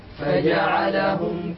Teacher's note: الفاء من بطن الشفة السفلى مع أطراف الثنايا العليا